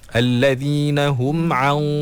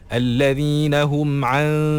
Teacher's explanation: Dia tebal. So bila kita ikhfakkan huruf sad tu, ikhfak tu dah bunyi dah tebal. · Shown in: first take